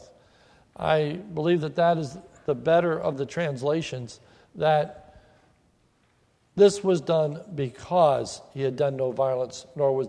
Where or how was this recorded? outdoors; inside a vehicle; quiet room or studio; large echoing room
large echoing room